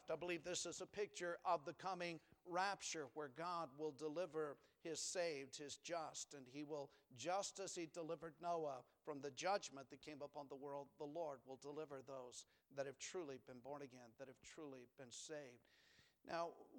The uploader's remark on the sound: Sunday PM. Preached from the pulpit of Valley Bible Baptist Church.